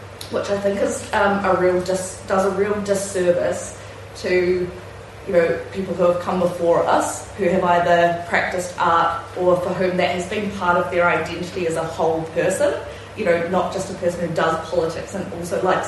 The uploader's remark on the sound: recording from the 2023 Aotearoa | New Zealand Federation of Socialist Societies conference